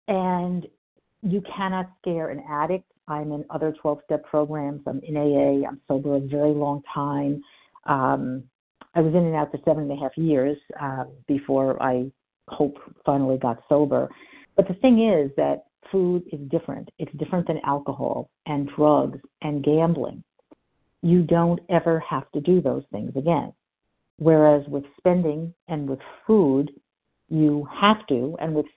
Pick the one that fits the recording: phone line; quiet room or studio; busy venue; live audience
phone line